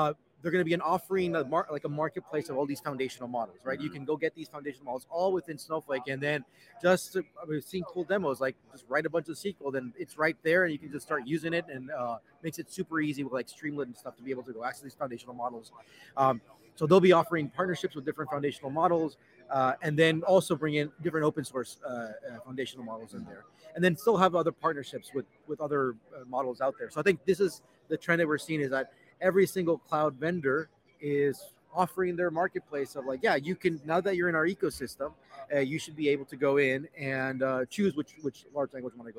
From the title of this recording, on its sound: Live from Snowflake Summit 2023 in Las Vegas